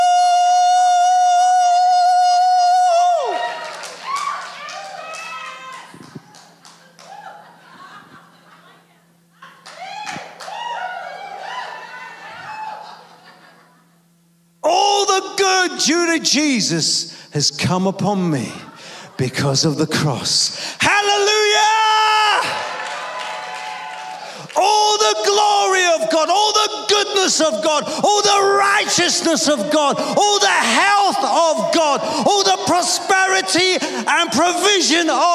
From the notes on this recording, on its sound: Preaching at a Church in Thailand.